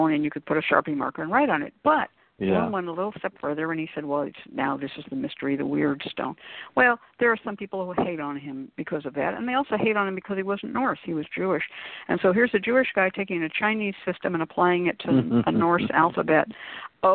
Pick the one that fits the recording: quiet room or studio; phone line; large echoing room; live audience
phone line